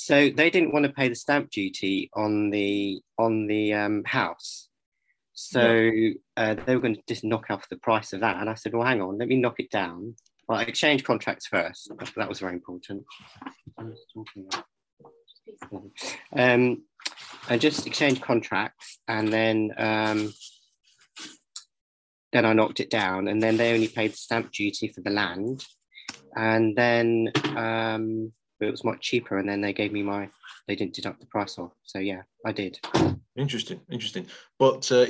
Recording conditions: video call